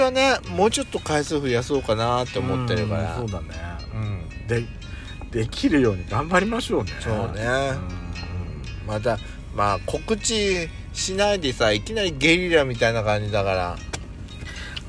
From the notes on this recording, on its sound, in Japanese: 2人組。パーキング収録。